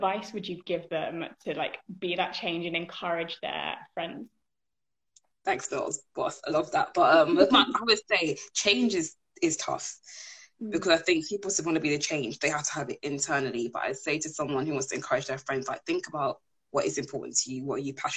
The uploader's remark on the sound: live Instagram interview